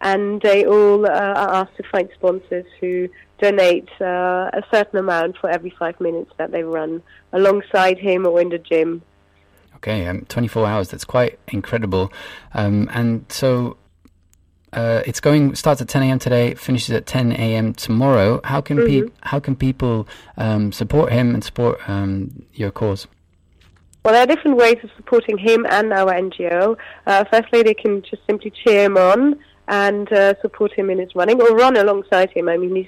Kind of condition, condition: link, phone line